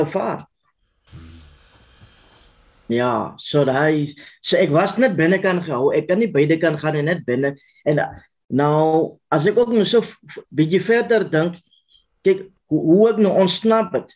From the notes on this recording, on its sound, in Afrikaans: Zoom Byeenkoms 3 Nov 2022. Transformasie Tafel Zoom Byeenkoms.